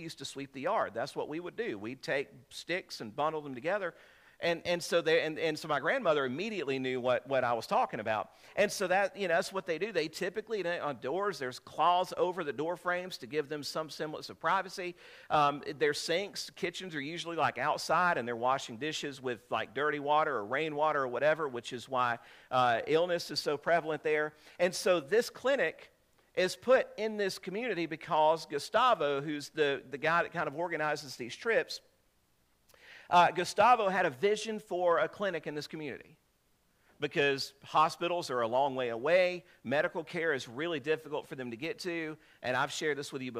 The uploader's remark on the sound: This is a sermon I preached on 7/30/2023